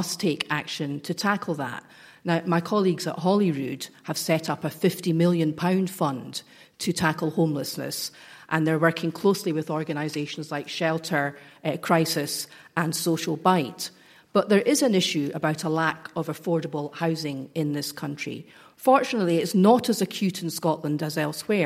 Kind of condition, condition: setting, large echoing room